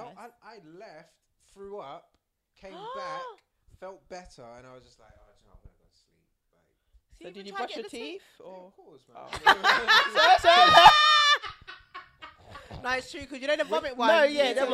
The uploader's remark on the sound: Disclaimer - The sound levels aren't that great, however, we didn't want to deprive you of the banter so we hope it doesn't put you off!